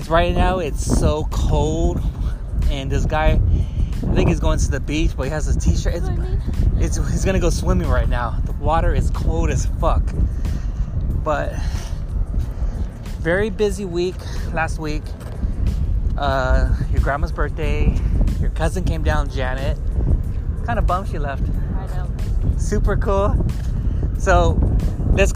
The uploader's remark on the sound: chatting at the beach while we do some walking